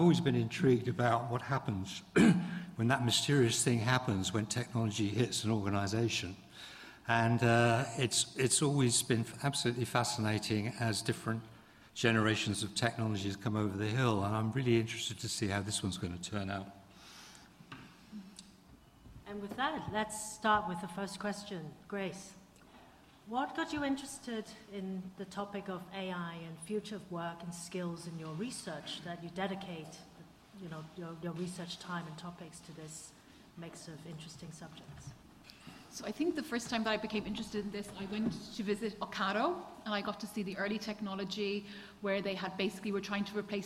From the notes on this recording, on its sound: In this public event